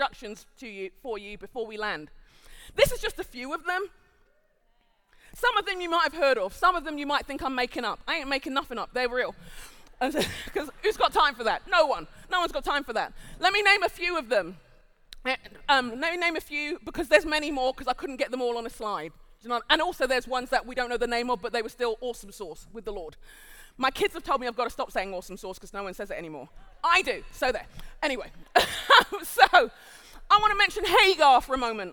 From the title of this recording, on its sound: Live at The Orchard Conference 2023